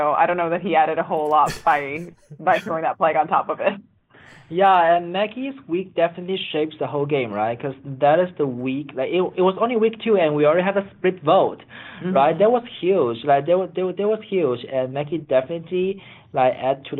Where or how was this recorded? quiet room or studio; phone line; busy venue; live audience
phone line